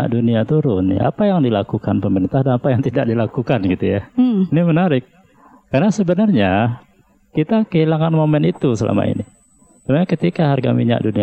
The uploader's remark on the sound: Live Outdoor Broadcast Radio Classy FM